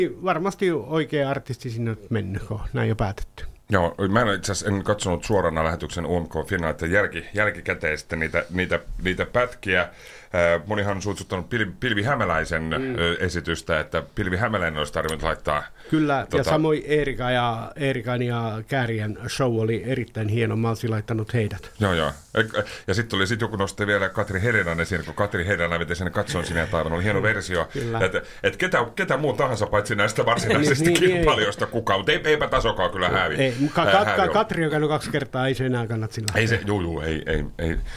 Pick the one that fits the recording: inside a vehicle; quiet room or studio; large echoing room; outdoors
quiet room or studio